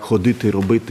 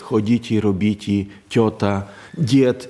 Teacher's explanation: позостається таке полум'яке «ді» і «ті» · Shown in: second take